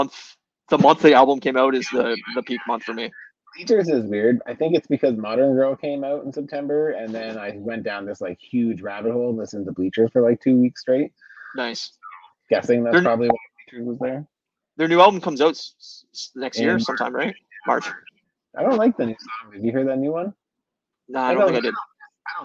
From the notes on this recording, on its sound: Full of technical problems.